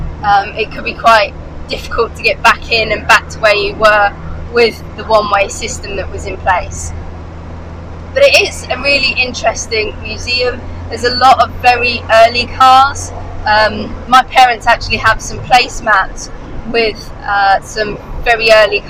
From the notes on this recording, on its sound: Our visist to Beaulieu in Peggy the Morris Minor. All recorded from my 1968 Morris Minor, Peggy. During our week long stay down south.